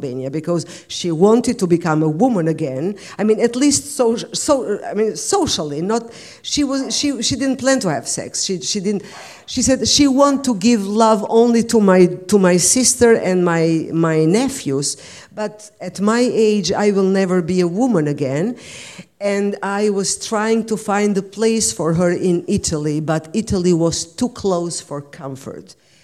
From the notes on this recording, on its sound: This wonderful recording from the BCLT Summer School 2019.